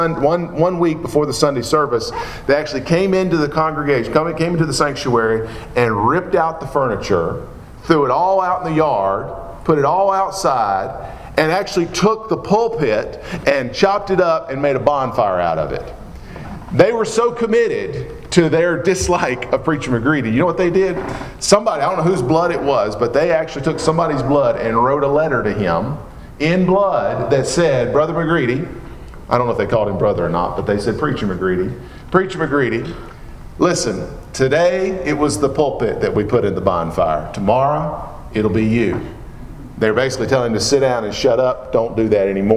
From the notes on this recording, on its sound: Preached at Maple Lawn Baptist Church in Reidsville, NC, on Sunday morning, July 9, 2017.